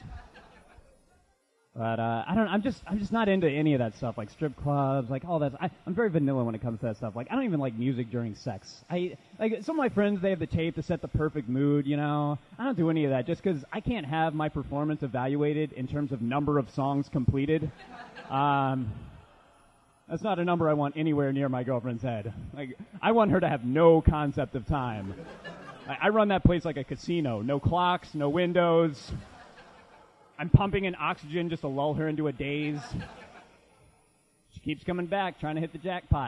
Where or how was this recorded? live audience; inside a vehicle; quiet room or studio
live audience